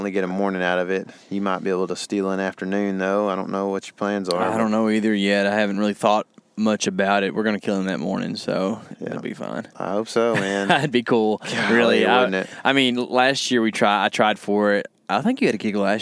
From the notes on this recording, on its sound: Also, as we recorded, we were driving around truck scouting a public property here in Texas.